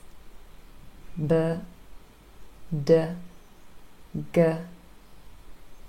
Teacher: There is no puff of air, they're not aspirated. · Term: voiced plosives